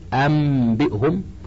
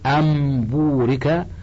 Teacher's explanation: ثلاثة: الثالث الإقلاب، وهو لغة تحويل الشيء عن وجهه، واصطلاحا جعل حرف مكان آخر، أي قلب النون الساكنة والتنوين ميما قبل الباء مع مراعاة الغنة والإخفاء